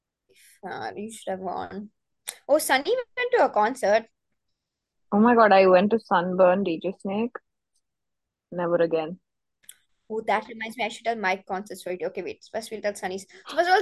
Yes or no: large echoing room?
no